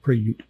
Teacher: Emphasis on the second syllable